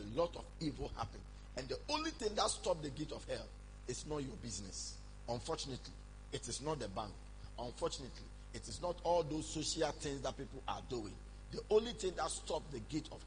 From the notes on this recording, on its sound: Preached at morning Glory Service